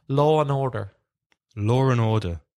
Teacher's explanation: people with English accents, when they say law and order, put more R sound than people with Irish or American accents